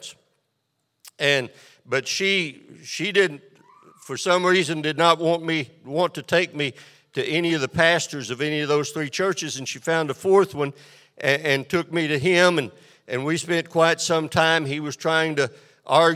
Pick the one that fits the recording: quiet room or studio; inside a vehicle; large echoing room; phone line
large echoing room